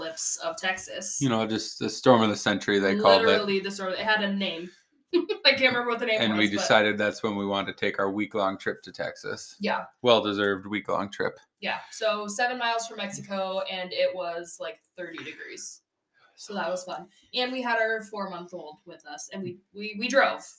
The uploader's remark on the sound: Sorry for the sound quality issues, we were too busy looking into each other's eyes to care.